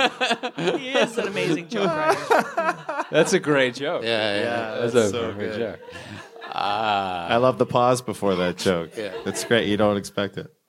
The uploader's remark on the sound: This episode was recorded before a live audience. At The Social Capital Theater.